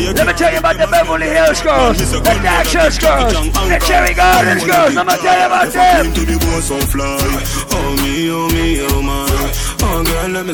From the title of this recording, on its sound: LIVE AT ISLAND SATURDAYS ON 9/22